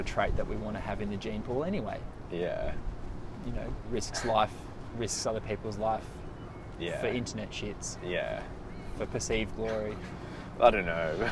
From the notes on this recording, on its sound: live from Barangaroo boardwalk!